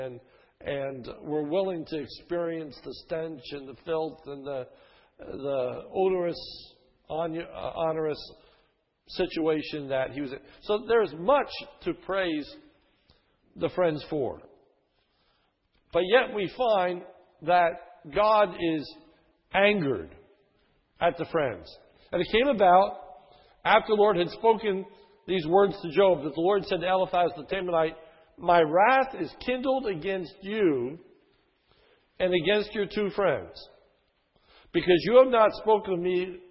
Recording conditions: large echoing room